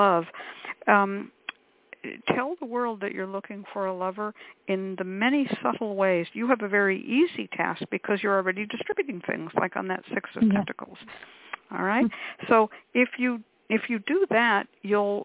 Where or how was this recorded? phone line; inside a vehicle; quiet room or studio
phone line